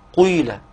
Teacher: قيل هذه القاف مكسورة تشم صوت الضم، يعني ايه؟ يعني يدخلها صوت الضمة شيء بسيط كده بس يكون الاغلب حركة الاصل، واذا قيل قيل هكذا. · Term: خلط حركة بحركة